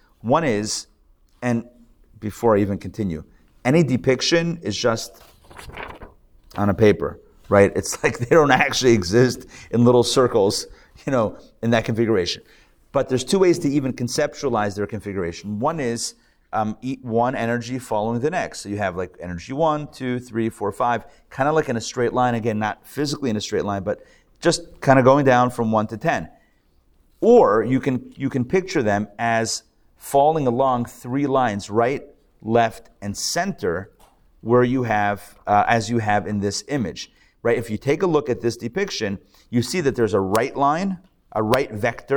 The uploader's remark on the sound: Recorded live at The Torah Center ATL on May 14, 2023.